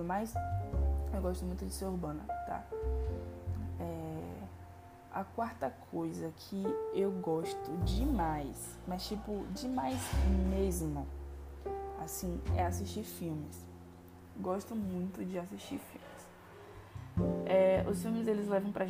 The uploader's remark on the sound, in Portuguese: perdoem os barulhos externos.